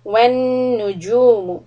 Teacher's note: When you have the jim with the dhamma, make sure that your lips are very rounded and the cheeks are kind of strong and heavy.